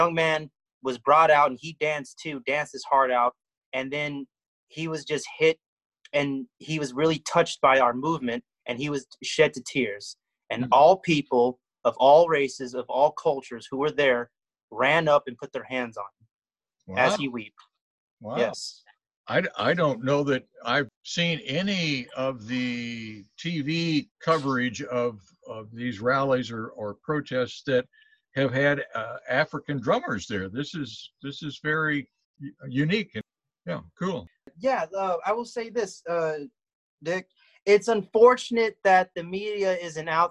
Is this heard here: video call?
yes